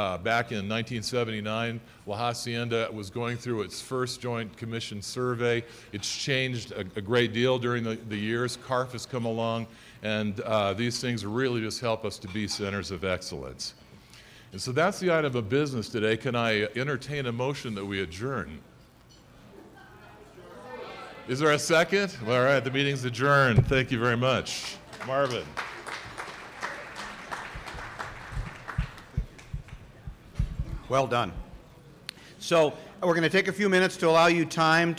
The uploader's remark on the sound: General Meeting and Political Action Committee Luncheon at the 40th NAATP Anniversary Conference of the National Association of Addiction Treatment Providers (NAATP) at the Interlocken Resort in Denver Colorado.